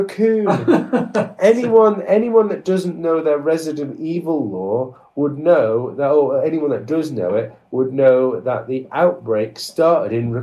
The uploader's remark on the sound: Its a catch up episode that came with freak audio issues....